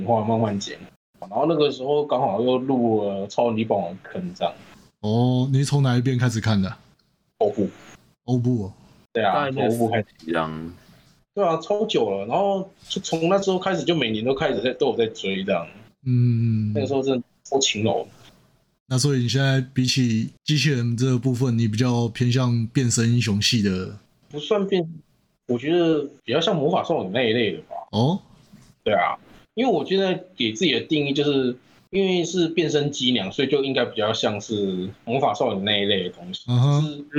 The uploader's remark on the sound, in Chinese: 本集由於是線上錄音 音質可能稍差一些